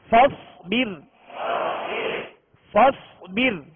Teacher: रा साकिन से पहले जेर है लिहाजा रा को बारीक पढ़ेंगे